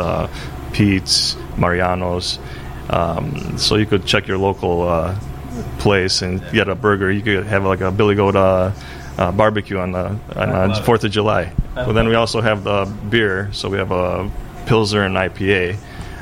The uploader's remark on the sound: It was too nice outside to not record a podcast on the Chicago Riverwalk. Found a spot in the shade. Enjoy the natural sound along the river.